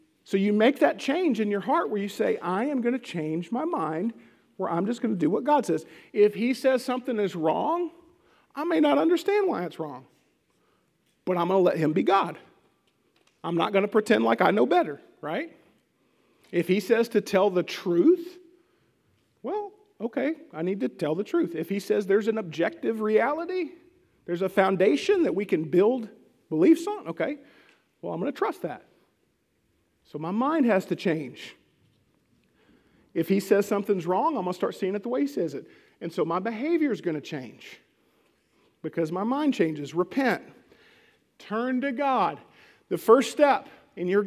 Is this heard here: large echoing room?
yes